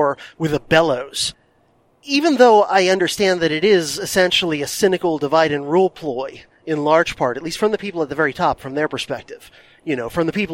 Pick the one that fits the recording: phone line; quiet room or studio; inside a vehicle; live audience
inside a vehicle